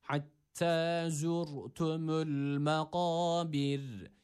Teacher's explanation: Ra burada sakin, kendisinden önceki harfin harekesi ötreli olduğu için kalın okumamız gerekiyor.